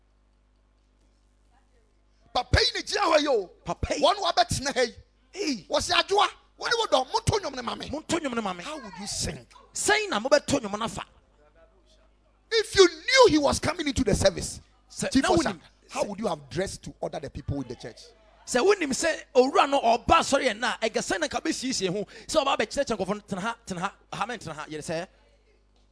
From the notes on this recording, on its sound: Preached at Ekklesia Chapel